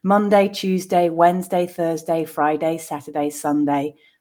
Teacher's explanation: they all end in that A diphthong, but it's not stressed in any of them. So Monday, Tuesday, Wednesday, Thursday, Friday, Saturday, Sunday, or a little faster, Monday, Tuesday, Wednesday, Thursday, Friday, Saturday, Sunday.